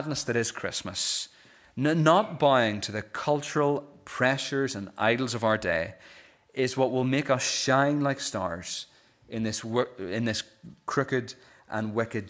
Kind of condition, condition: setting, large echoing room